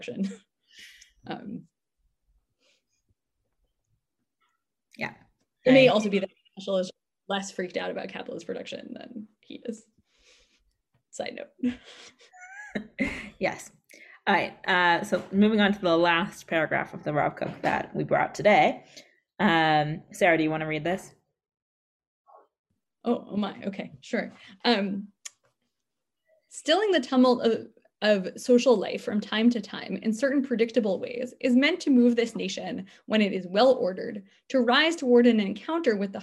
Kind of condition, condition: link, video call